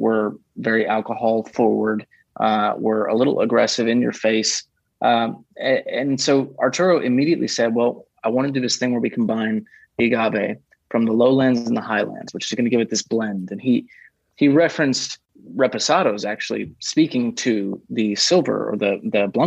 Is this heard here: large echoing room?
no